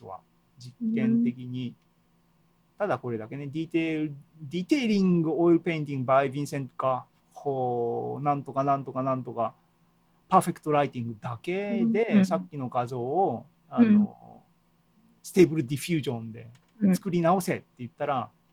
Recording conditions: video call